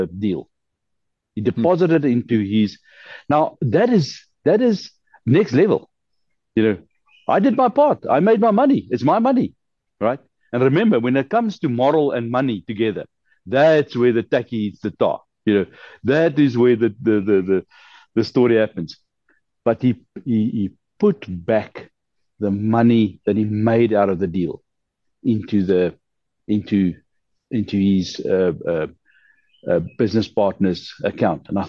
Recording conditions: video call